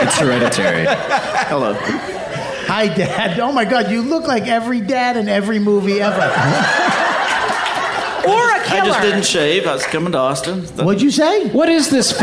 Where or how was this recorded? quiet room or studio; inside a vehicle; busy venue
busy venue